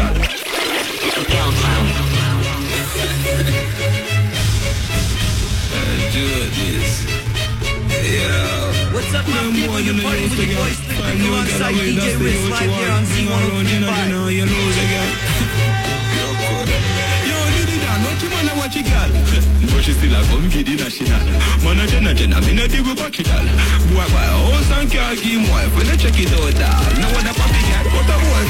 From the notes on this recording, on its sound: Live from Sugar Daddys nightclub Thursdays on Z 103.5 fm.